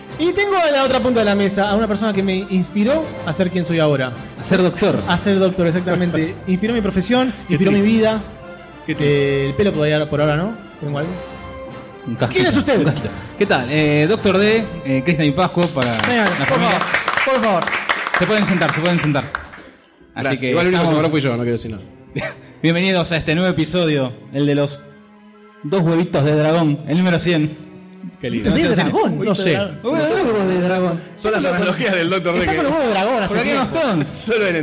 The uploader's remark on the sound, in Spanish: Porque fue grabado EN VIVO, con todo nuestro hermoso público, el que tiene mas aguante en el universo. Hubo debate, hamburguesas, muchas fichas de chocolate, proyecciones, sorteos y mucho amor. Realizado junto con el público.